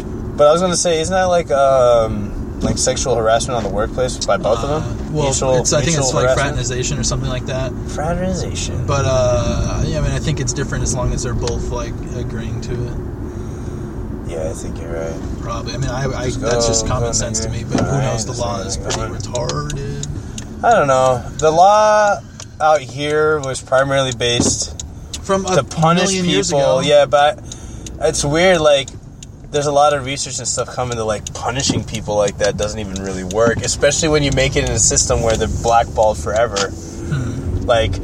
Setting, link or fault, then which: setting, inside a vehicle